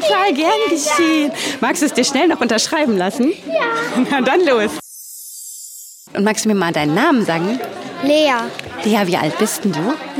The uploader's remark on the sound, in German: LIVE* von der Frankfurter Buchmesse. Noch einmal live von der Frankfurter Buchmesse. Freut Euch auf die Fragen vieler kleiner Messebesucher.